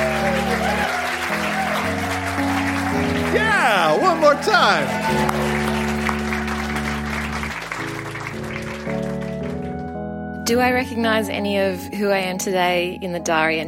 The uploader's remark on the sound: Recorded live at the Woodford Folk Festival